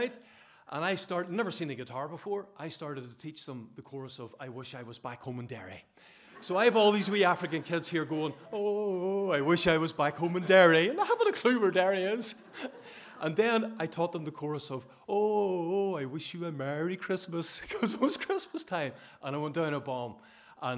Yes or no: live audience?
yes